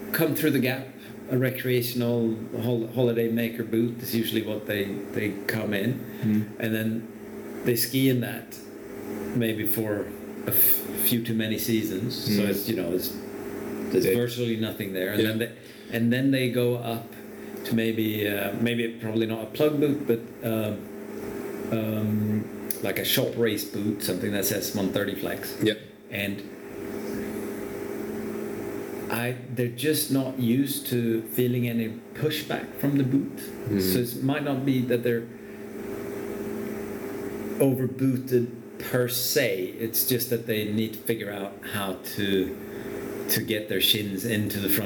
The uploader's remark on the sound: On the day that we recorded this it was about 33 degrees in Le Châble and we had a fan on in the background so that is what the background white noise is.